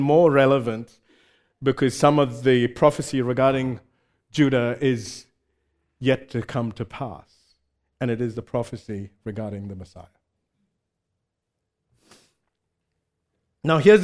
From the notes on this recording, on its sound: Recorded live at Grace Community Bible Church.